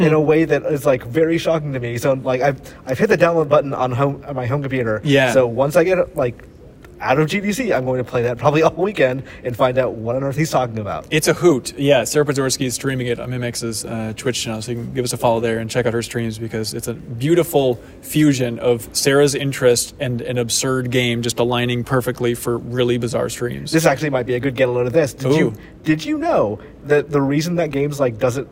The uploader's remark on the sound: We're recording from the show floor at GDC 2022.